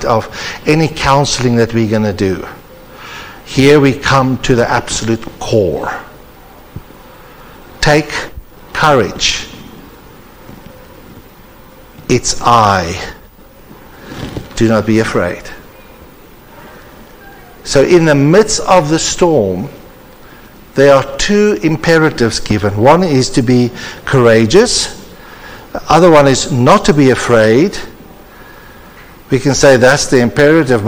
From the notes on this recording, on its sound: The particular episode was recorded as part of the annual conference hosted at Lynnwood Baptist Church.